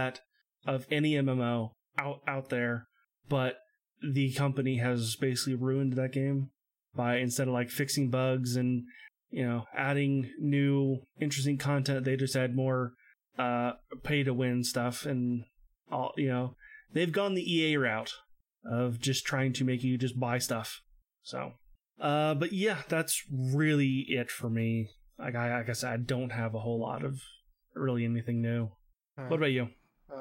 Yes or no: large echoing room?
no